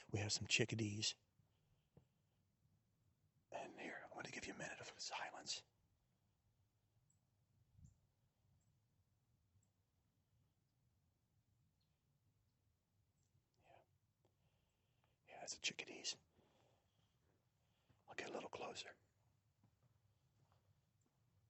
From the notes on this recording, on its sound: We hop in the truck and take a ride to the woods